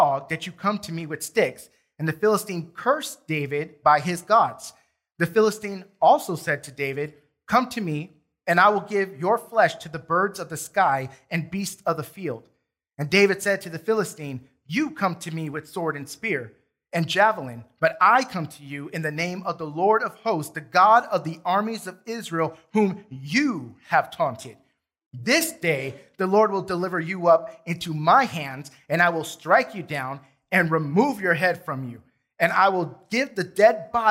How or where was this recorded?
large echoing room